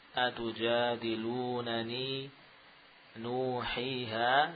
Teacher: nu dhammah dua harokat, hi kasroh dua harokat, ha alif memanjangkan fathah menjadi dua harokat · Term: huruf mad